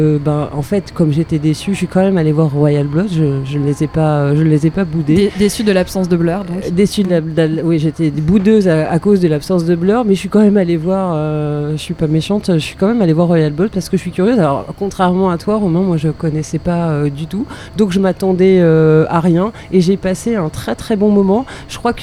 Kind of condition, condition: setting, busy venue